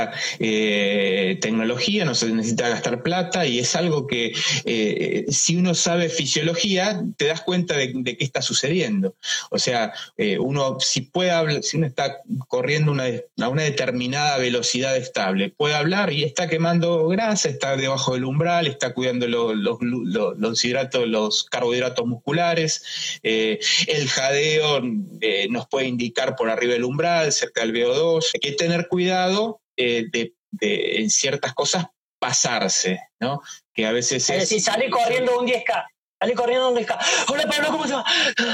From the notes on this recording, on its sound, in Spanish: Charlamos en vivo por IGTV